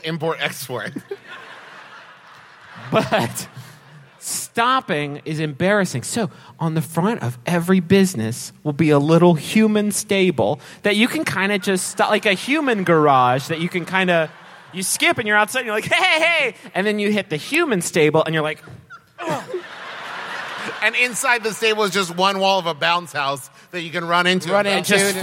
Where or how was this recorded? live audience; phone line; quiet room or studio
live audience